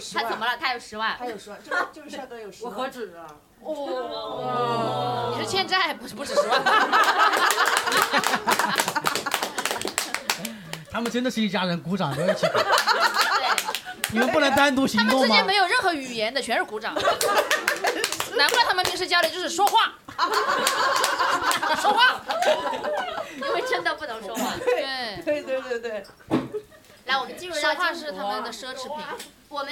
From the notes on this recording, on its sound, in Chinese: 第一次带观众录制